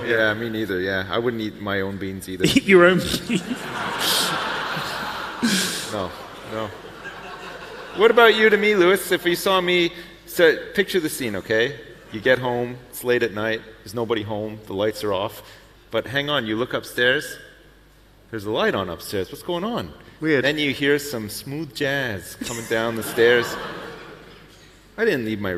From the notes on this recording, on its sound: Live from YogCon